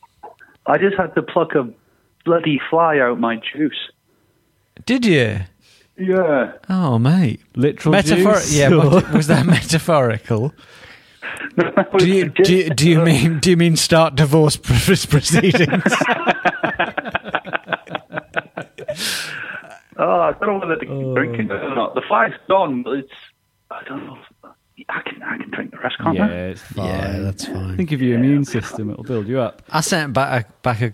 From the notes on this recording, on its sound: on the phone